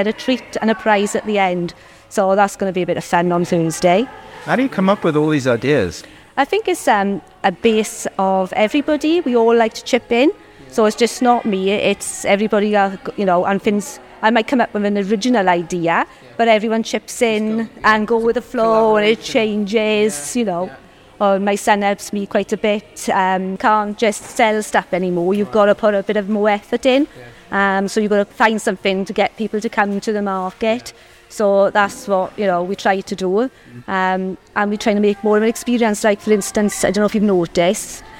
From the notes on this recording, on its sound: 'Voces in the Market' recorded in Pontypridd Market. From Awen Cultural Trust and Y Muni Pontypridd in conjunction with GTFM.